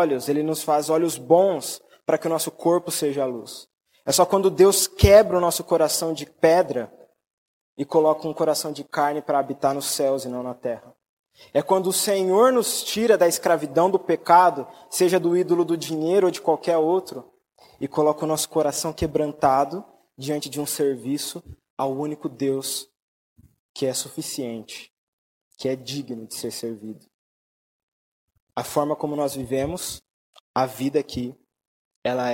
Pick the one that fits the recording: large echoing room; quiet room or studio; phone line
large echoing room